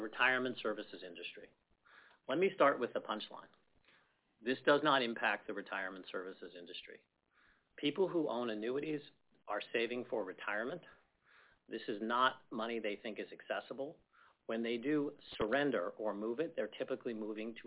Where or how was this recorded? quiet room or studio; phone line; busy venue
phone line